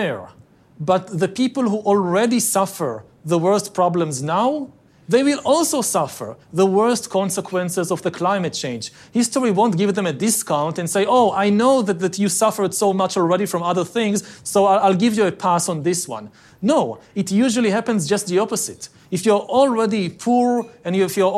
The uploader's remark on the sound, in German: Das beim Giga Gipfel von Handelsblatts, WirtschaftsWoche, Tageespiegel, ada und Vodafone in Sölden als Live-Podcast aufgezeichnet wurde.